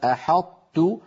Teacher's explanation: أدغمنا حرف القلقلة وهو الطاء في مجانسه وهو التاء